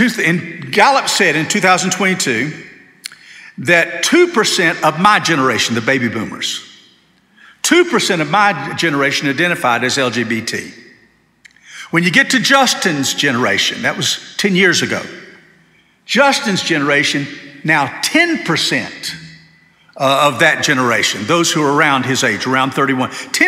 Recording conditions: large echoing room